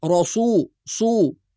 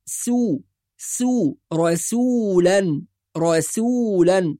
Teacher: بعض القراء يفخم السين المضمومة · Shown in: first take